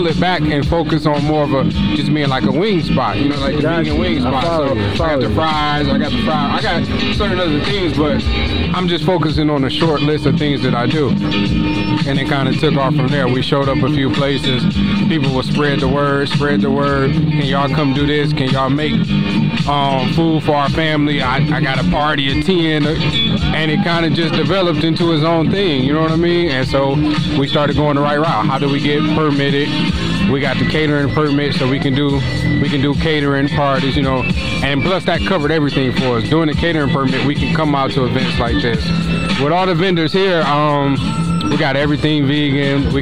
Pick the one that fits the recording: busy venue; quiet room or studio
busy venue